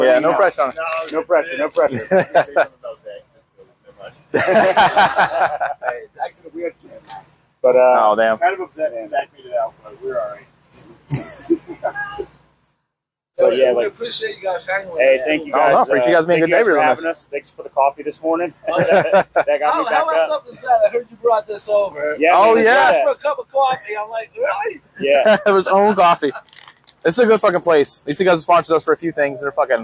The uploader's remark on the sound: LIVE from Talladega